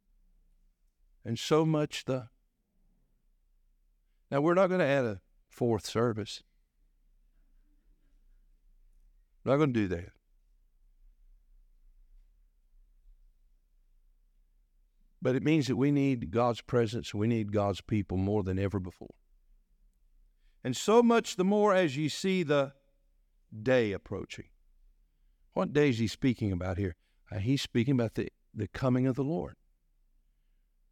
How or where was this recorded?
large echoing room